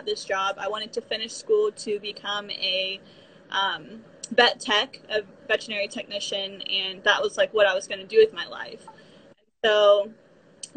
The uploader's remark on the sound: on her Instagram channel and she was kind enough to let me use the live as an episode!